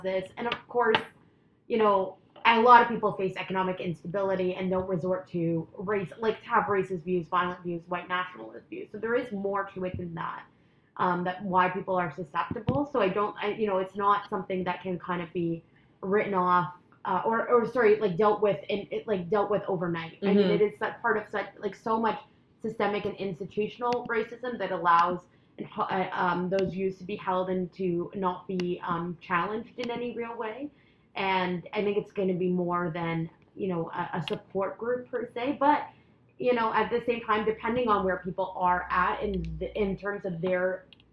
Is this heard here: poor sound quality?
yes